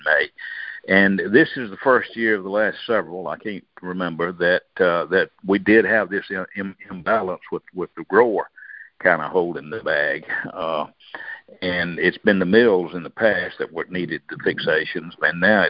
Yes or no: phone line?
yes